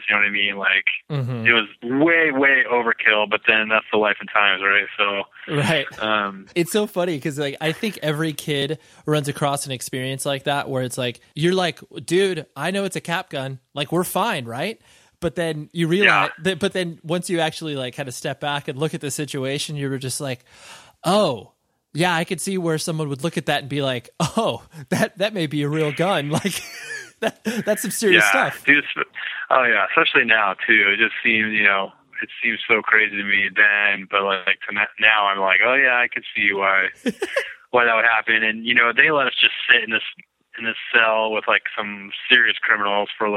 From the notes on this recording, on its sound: over the phone